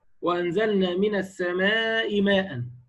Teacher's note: السماء هنا على سبيل المثال تمد إما أربعة وإما خمسة · Term: المد الواجب المتصل